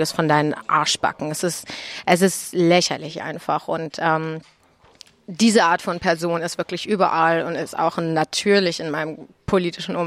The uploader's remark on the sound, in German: In dieser Ausgabe von »ILTIS in Bermudas«, die wir in einem Wirtshaus in der Neckarstadt aufgenommen haben